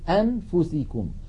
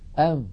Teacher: أ إلى تهيئة الفم مباشرة إلى مخرج الفاء، فنقول أم إذن الفم مهيئ على مخرج الفاء وينطق القارئ من أنفه غنة فقط · Shown in: second take · يبقى من النون غنتها من الأنف من الخيشوم فقط، أما جسم النون أما الجزء اللساني من النون فلا يعمل · Term: الإخفاء